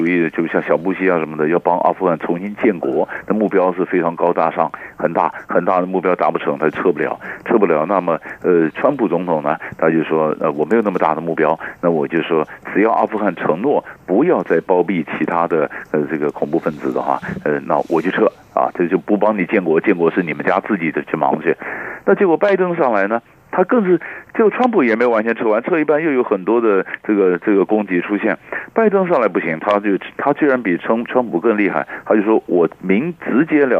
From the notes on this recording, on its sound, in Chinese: 連線訪問